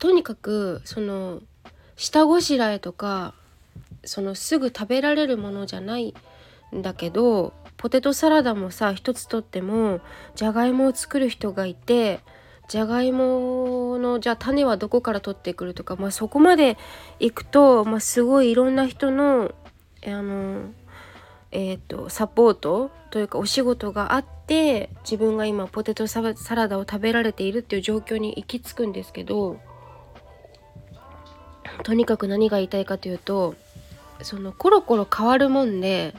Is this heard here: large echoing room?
no